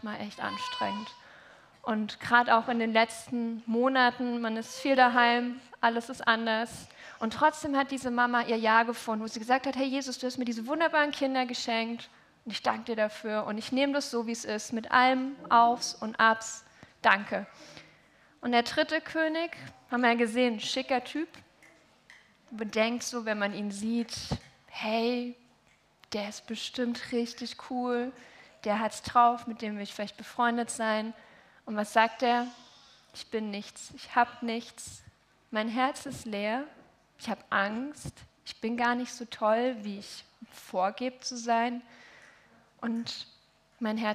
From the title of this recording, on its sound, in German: Heilig Abend Familiengottesdienst